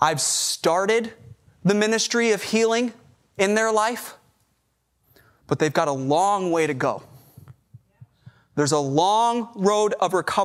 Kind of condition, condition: setting, large echoing room